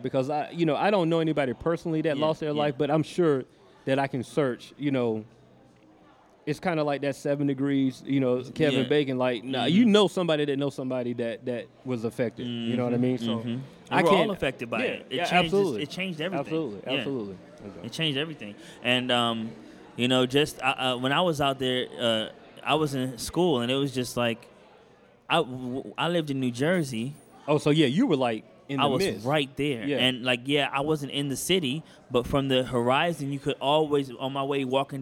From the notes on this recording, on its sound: Live From Adventure Time ATL. We kick off the first part of our live sessions at Adventure Time ATL.